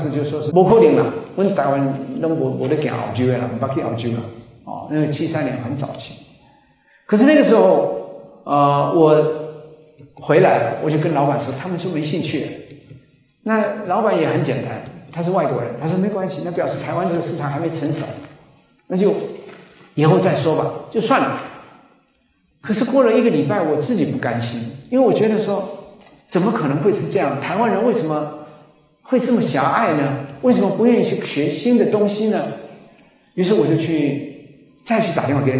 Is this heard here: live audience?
yes